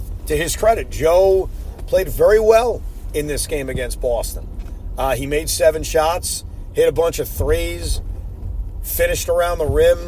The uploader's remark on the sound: While driving home from Barclays Center.